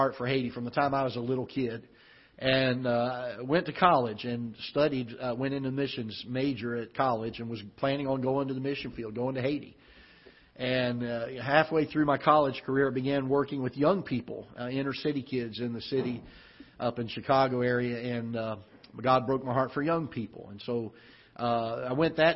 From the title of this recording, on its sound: Ketha Heights Baptist Church ~ Live Broadcast